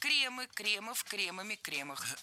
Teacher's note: В этом существительном мы тоже сохраняем ударение на корне во всех формах.